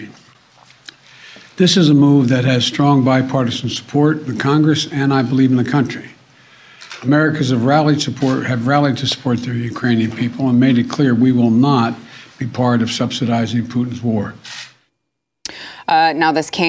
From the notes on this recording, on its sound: prompting applause from the audience!